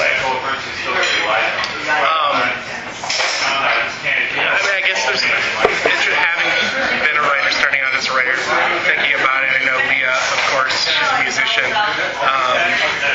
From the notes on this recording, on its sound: I apologize for the background noise on this one as we recorded it in the busy front room of Lula cafe.